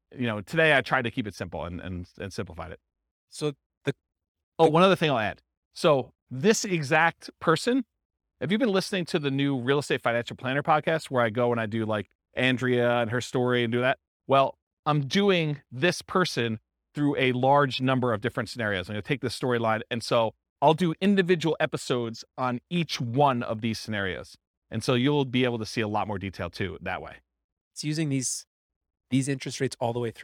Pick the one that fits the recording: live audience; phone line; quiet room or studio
live audience